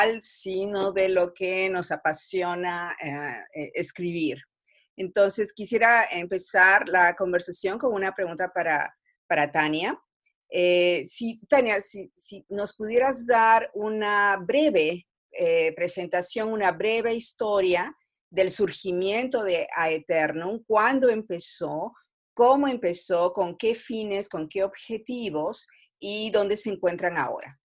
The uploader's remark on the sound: In this Zoom-podcast